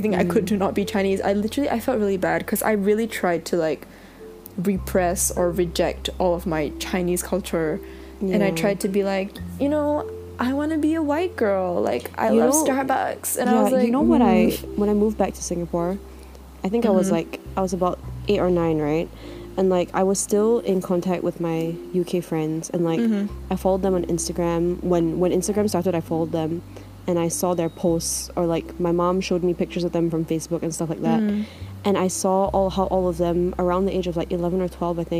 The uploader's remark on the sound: both our laptops kept making loud fan noises.